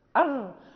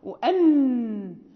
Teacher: لأن الراء اللسان يدخل إلى الداخل أكثر من النون، فنقول أر وأن يعني مع يعني ما يحادي يعني طرف الحنك الأعلى.